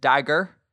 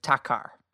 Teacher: So it's just like taking the D and devoicing it, and taking the G and devoicing it. · Shown in: second take